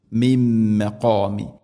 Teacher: നൂനിനെ മീമിലേക്ക് കൂട്ടിലേപ്പിച്ച് മണിച്ചുകൊണ്ട് ഉച്ചരിക്കണം. മിം മഖാമി മഖാമി ഖാഫ് മഖാമി ഇബ്രാഹിമ ഇബ്രാഹിമ മുസല്ല നിർത്തുകയാണെങ്കിൽ മുസല്ല കൂട്ടി ഒതുകയാണെങ്കിൽ മുസല്ലൻ വഅഹിദിന وعهدنا عين فتح هاء كسر പിന്നെ ദാലിന് സുക്കൂൺ.